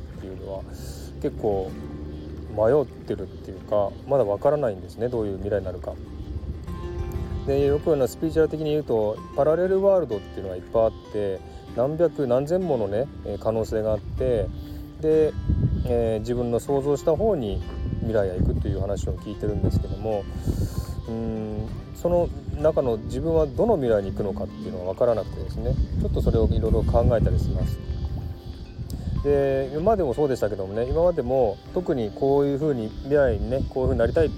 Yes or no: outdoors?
yes